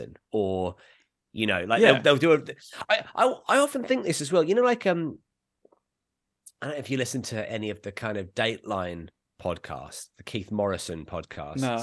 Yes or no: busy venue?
no